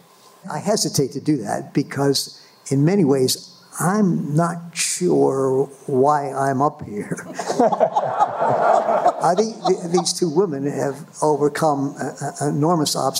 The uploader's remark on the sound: This very special bonus episode was recorded live at the State Theater at State College, Pennsylvania home to Penn State University. This is a panel discussion from four Penn State Alumni.